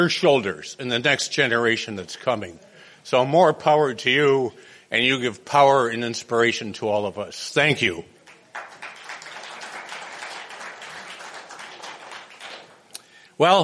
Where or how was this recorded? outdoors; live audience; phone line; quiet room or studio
live audience